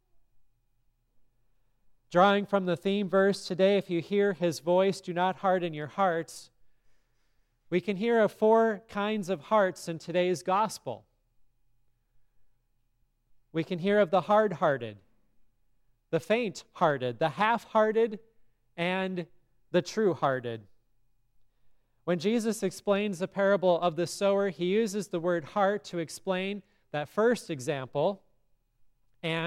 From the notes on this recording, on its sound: from the service at Grace Lutheran Church, Lexington, MO on February 4, 2024